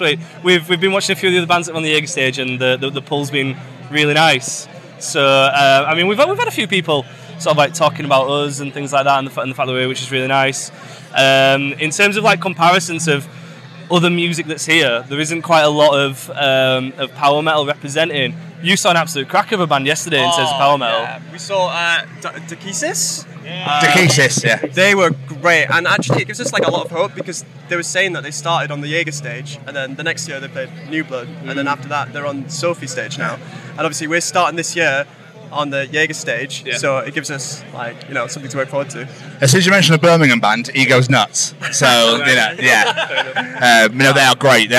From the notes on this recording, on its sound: From our 'Live from Bloodstock 2023' series.